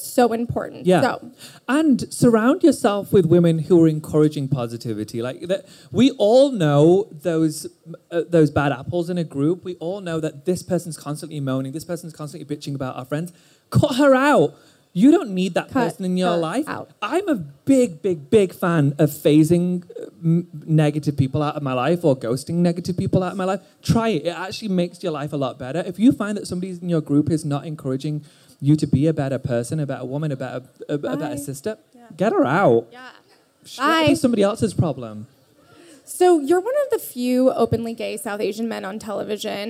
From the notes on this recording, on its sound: This special episode is coming LIVE from our Create & Cultivate ATX pop up